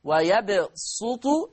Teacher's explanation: أما ورش عن نافع فيقرأ ويبسط يقرأها بالصاد الخالصة